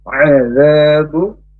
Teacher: huruf ain dari tenggorokan yang tengah. Azabu, huruf zal di sini ada alif, maka panjang dua harokat atau mad tabi'in, mad tabi'in atau mad asri.